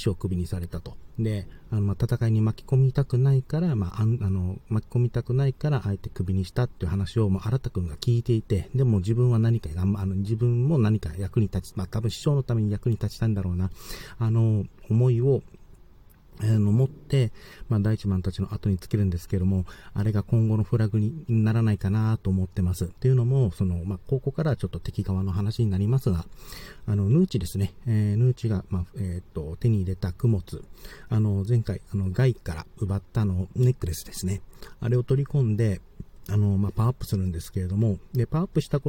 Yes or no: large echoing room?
no